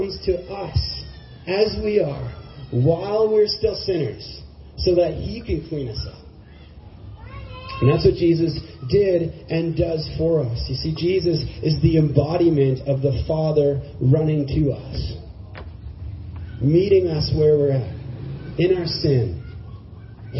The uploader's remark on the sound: Church service in Galt Gardens with Streets Alive and One Life Church.